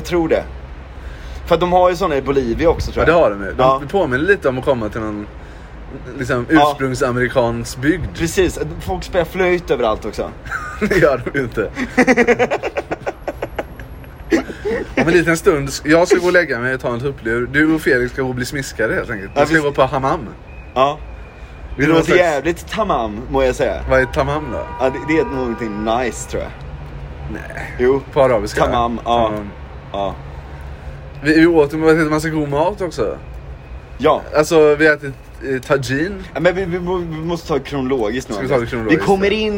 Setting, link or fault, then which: setting, outdoors